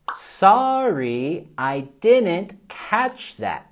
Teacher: Con la entonación vamos a hacer sorry, I didn't catch that. Y al final de la oración vamos a caer la entonación.